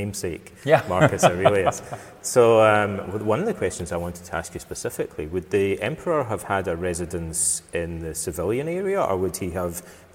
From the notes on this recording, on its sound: At the Museum Carnuntinum. I was visiting Austria for around a week. The audio was recorded live in the main hall of the reconstructed Roman villa in the archeological park, hence the acoustics.